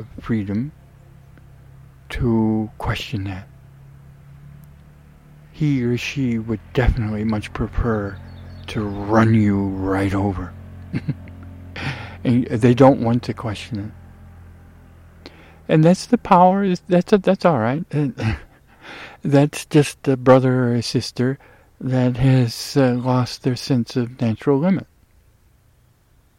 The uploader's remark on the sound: The meadow/ forest ecotone, where recording was made, OREGON.